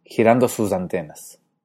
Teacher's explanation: La segunda S de sus se vuelve z y dice, girando sus antenas. · Term: sonorización de S